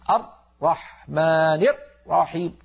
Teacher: مثلا نسمع من بعض الناس المبتدئين يقول الرحمن رحيم لما ينطق الراء يقفل مخرجها جدا ويقطع الصوت · Term: حصرمة الراءات